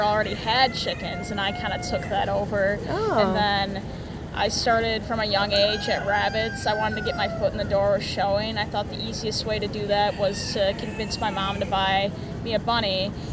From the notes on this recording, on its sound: OHS Students at the Fair. In this episode we visit the Stoughton Fair.